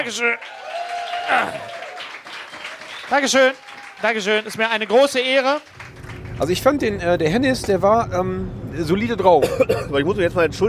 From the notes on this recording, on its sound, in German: Wir haben Ausschnitte von der BluRay ReleaseParty